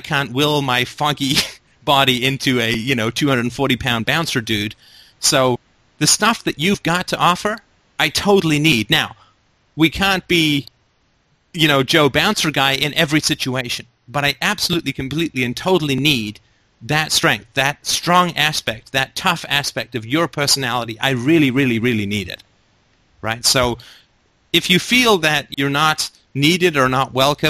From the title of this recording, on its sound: Sunday Call In Show